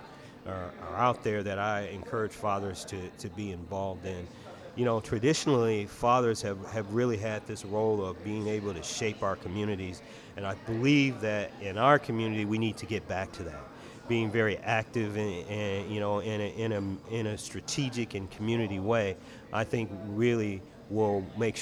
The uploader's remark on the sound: Live from Cultivate